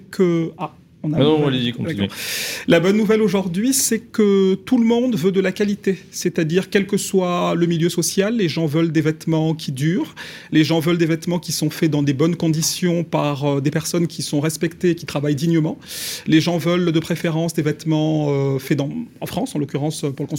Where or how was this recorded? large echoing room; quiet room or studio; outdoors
quiet room or studio